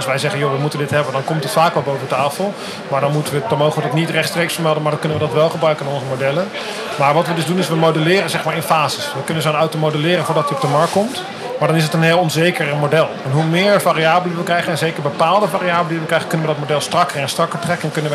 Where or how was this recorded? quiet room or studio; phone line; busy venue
busy venue